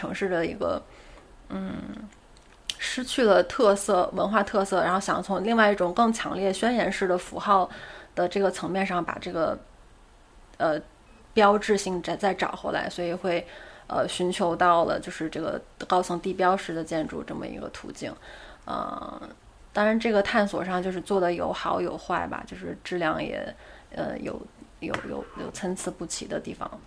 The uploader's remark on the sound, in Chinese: 录音质量不佳，并伴有喝酒做饭吃馄饨的声音。